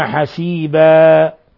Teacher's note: الوقف على تنوين الفتح بالألف مقدار حركتين ويسمى مد عوض